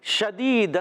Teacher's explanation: شین میں ایک صفت پائی جائے تفشی یعنی منہ میں آواز کا پھیل جانا